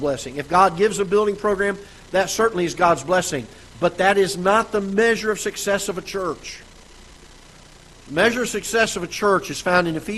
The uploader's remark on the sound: Ketha Heights Baptist Church ~ Live Broadcast